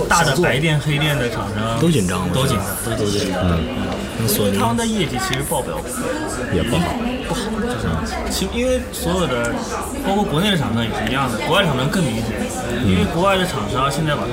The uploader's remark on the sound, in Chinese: 现场·MacworldAsia2014。一年一度的Macworld iWorld Asia大会已经举行了第四届啦。在大会现场制作了一期关于Macworld大会的节目。We got a new Macworld Asia Expo in Beijing in August, the 4th one.